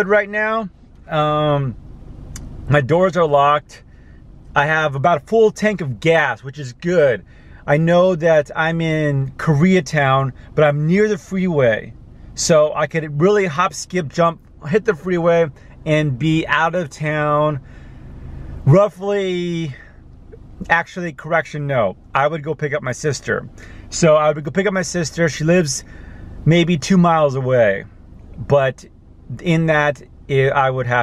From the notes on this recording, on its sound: Parked in Silverlake in my Car.